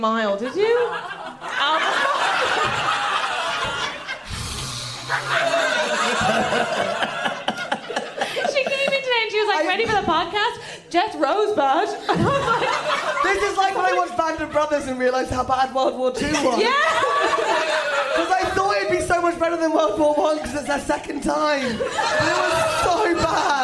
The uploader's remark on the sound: This was such a fun and special live recording, recorded at the lovely Monkey Barrel right towards the end of last year's festival.